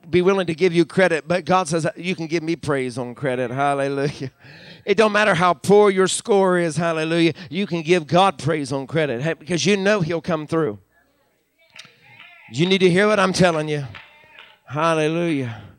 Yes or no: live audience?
yes